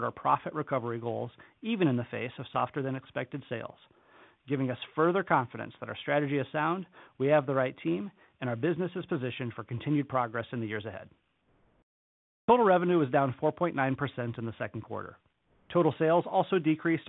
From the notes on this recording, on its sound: Q2 2023 Earnings Conference Call of Target Corporation.